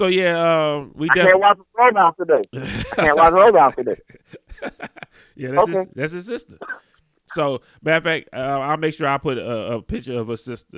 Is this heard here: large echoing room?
no